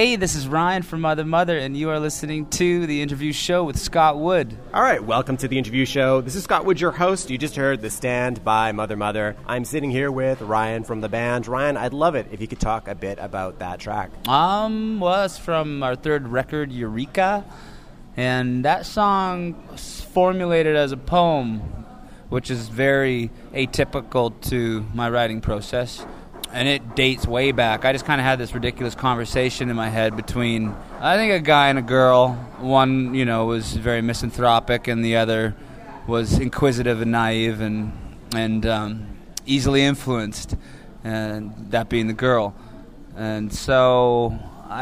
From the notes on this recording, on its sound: meet me at Cafe Deux Soleils, Commercial Drive’s legendary vegetarian eatery